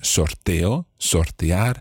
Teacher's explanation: in the case of sorteo and sortear, then that first syllable is not stressed. And if it's not stressed, then the O is fine.